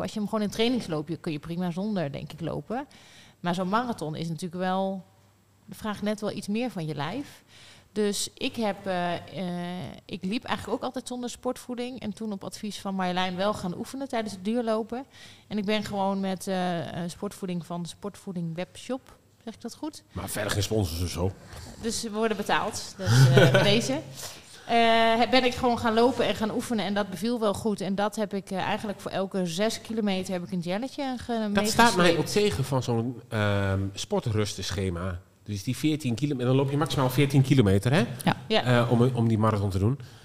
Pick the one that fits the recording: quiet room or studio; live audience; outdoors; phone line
live audience